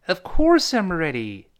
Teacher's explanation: ready 还是勾舌的那个 r，最后一收口型回来